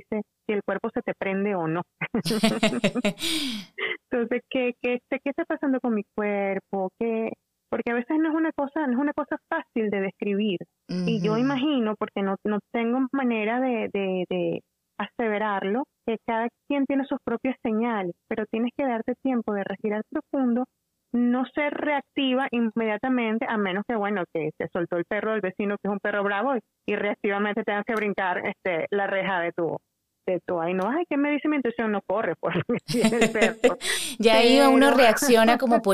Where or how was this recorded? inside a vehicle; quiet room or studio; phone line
phone line